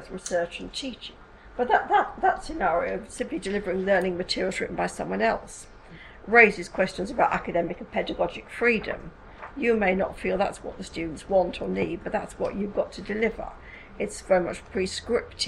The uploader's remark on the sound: speaks at the SRHE Higher Education Policy Network event